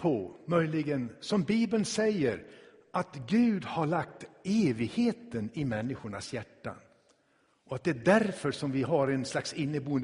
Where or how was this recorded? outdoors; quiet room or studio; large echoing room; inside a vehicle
large echoing room